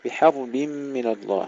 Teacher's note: تحقيق الحاء تفخيم الراء والمحافظة على سكونها، بحرب من الله ترقيق النون كما سبق مرارا، ورسوله أيضا ترقيق السين.